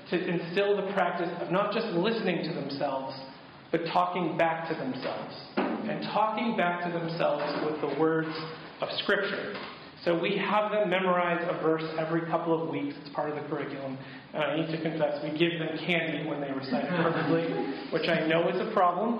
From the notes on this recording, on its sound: This week's episode features audio from a workshop